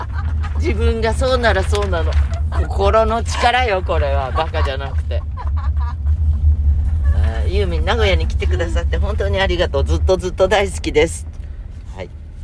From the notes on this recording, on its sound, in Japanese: 今週も車の中からコニャニャチワ。